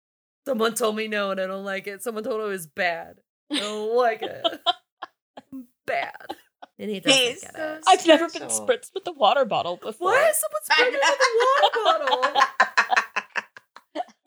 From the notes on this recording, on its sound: there are some audio issues with this episode